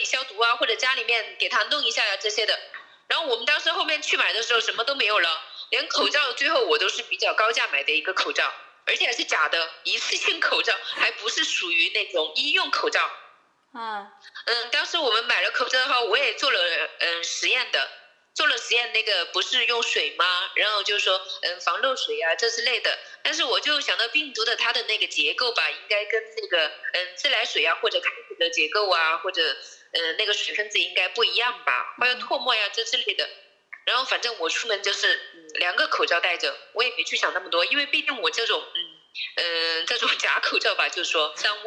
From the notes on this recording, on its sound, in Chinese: 本期【扩音器】通过电话录音完成的，音频质量可能稍微欠缺，尽请谅解